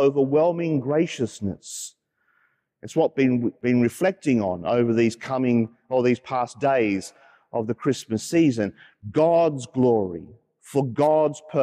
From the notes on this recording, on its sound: As preached during the live-streamed 9.30am Mass from Sacred Heart Cathedral, Hamilton.